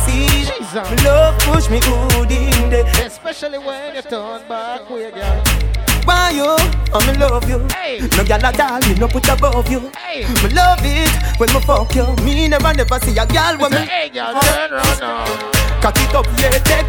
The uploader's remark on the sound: PUMPUM TUESDAY Live Audio. LIVE AT PUM PUM TUESDAY LOS ANGELES PREMIER HOT SPOT IN HOLLYWOOD.